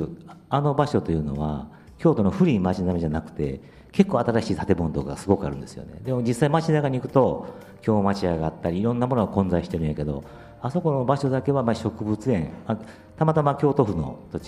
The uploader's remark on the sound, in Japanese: 公開収録。1000KITA（千本北大路）で開催された平成28年度「第2回センキタフェスタ」～センキタで北区の魅力を再発見～でRADIO MIX KYOTO 公開生放送＆番組制作ワークショップ（地域防災）を実施しました！サテライトスタジオ（千本北大路 1000KITA STUDIO）。